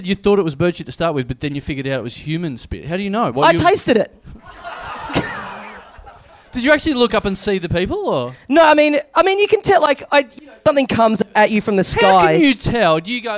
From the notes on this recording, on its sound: Recorded LIVE at the European Bier Cafe on September 5, 2015.